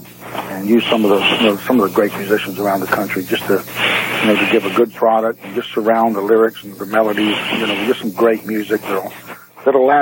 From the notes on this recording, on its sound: They sampled the beer via telephone which was broadcast over the radio. It was an interstate beer-sampling.